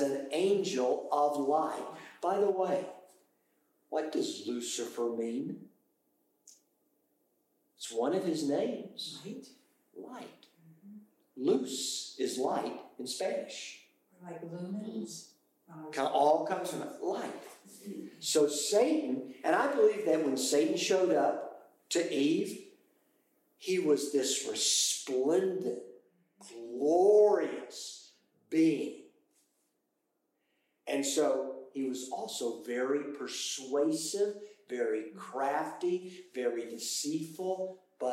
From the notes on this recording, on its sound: Apologies for the poor audio quality due to a technical issue.